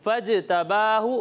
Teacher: ये जो जीम की आवाज़ लौटती हुई महसूस हो रही है इसे कहते हैं कलकला